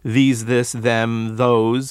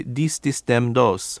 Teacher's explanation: Spanish frequently substitutes a D or a T for these THs. · Shown in: second take